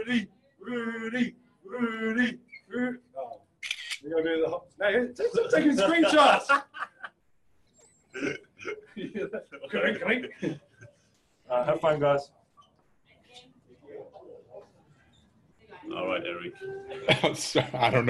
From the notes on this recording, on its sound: addressed the media via Zoom conference